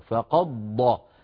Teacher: يدغمون الدال في الضاد فيكون النطق بضاد مشددة، فقد ض. لا شك أن هذا أسهل. · Term: إدغام الدال في الضاد